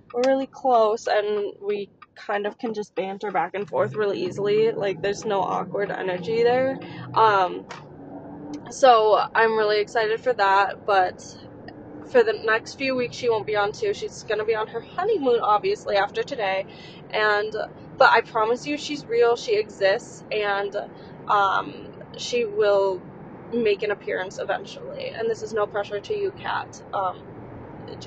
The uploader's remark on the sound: while driving to the wedding